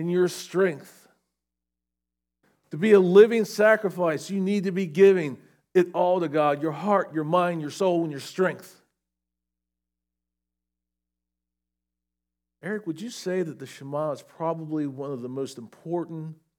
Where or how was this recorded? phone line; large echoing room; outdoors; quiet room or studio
large echoing room